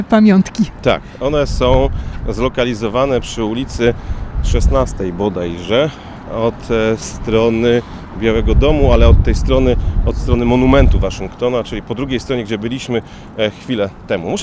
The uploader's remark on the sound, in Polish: Odcinek nagrany na ulicach Waszyngtonu: zaczynamy w dzielnicy Foggy Bottom, idziemy pod Biały Dom, następnie do Monumentu Waszyngtona, potem Tidal Basin i kończymy w Smithsonian Gardens.